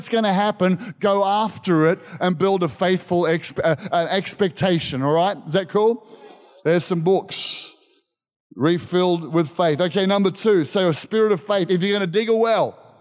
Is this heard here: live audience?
yes